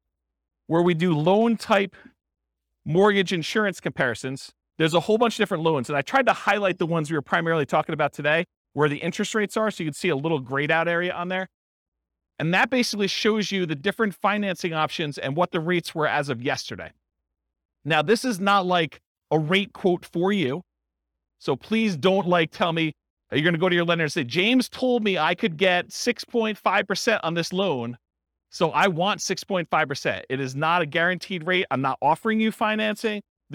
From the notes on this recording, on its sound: This was a live class recorded